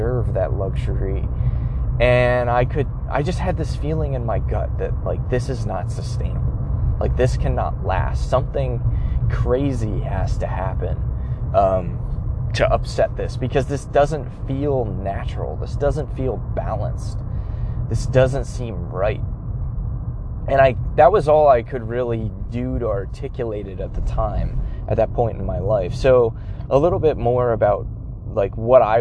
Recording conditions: inside a vehicle